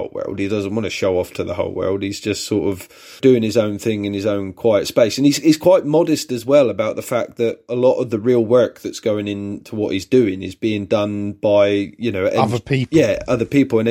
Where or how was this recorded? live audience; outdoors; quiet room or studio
quiet room or studio